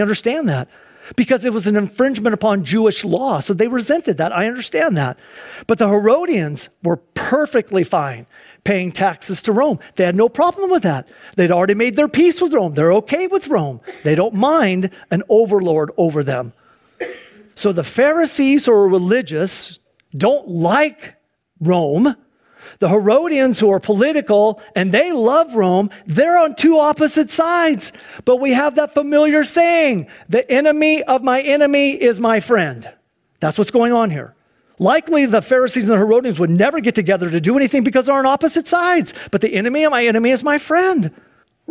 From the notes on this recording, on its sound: Please enjoy this Sunday church service livestream